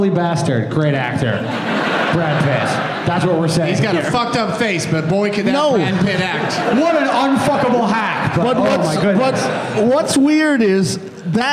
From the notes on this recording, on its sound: Live from the Helium Comedy Club in Buffalo.